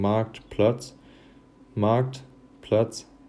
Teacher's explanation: der Trocheus ist quasi das Gegenstück zum Jambus, also von betont zu unbetont · die betonte Silbe vorne und unbetont hinten